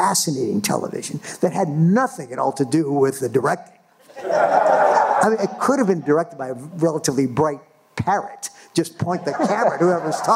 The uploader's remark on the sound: This very special bonus episode was recorded live at the State Theater at State College, Pennsylvania home to Penn State University. This is a panel discussion from four Penn State Alumni.